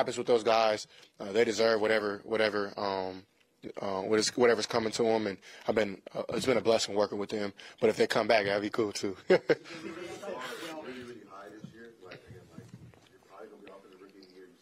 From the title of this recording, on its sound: LIVE At NRG For His Last Presser